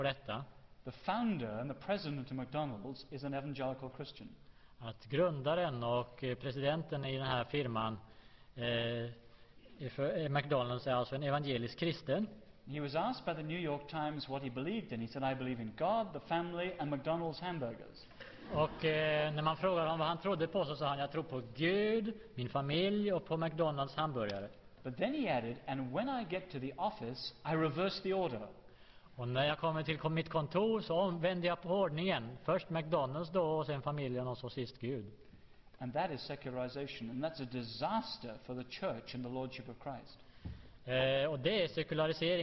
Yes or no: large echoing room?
yes